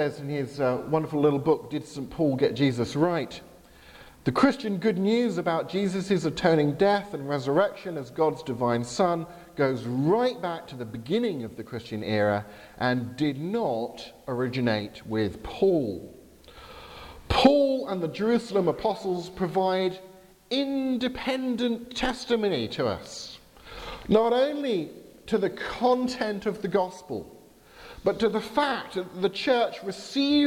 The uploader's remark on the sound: Service at Highfield Church Southampton. Due to technical problems I had to have the IT folks at the back of church advance the power point slides I was using on my behalf.